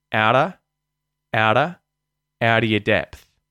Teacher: the T at the end of out turns into a T flat because it's followed by a vowel.